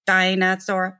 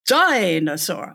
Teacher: And so the strong bit is that first syllable. · Shown in: second take · Term: strong syllable